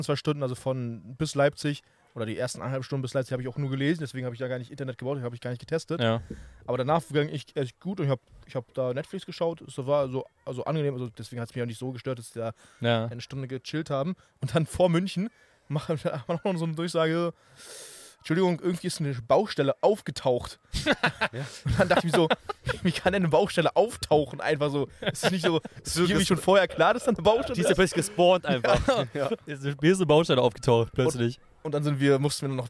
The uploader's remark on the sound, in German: wir haben diese Folge direkt an einem der Brandenburger Seen aufgenommen